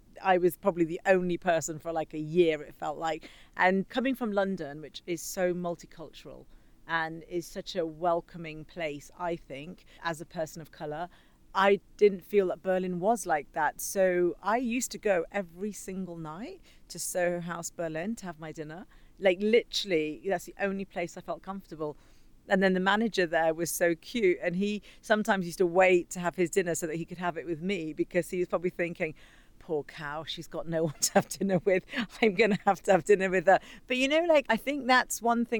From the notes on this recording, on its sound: The Mumbai Hustle - Live From Soho House Mumbai. A captivating episode live from Soho House Mumbai.